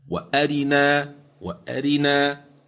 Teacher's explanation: النطق بالحركة سريعا حتى يظن السامع أن الحركة قد ذهبت من اللفظ لشدة الإسراع، وعرف الاختلاس بأنه الإسراع بالصوت عند النطق بالحركة حتى يذهب بعضها.